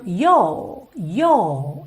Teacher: aqueles R's que vêm no final da palavra, que vêm depois de uma vogal e não são enrolados, não vai ter aquele som da porta com a perna esquerda, e sim um certo prolongamento da vogal. Por exemplo, aqui na palavra your, no inglês britânico a gente tem um yo, yo.